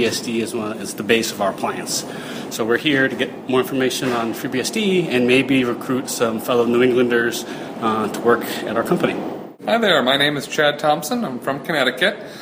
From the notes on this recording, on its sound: NYCBSDCon 2014 was great, and I recorded a series of voices from the attendees.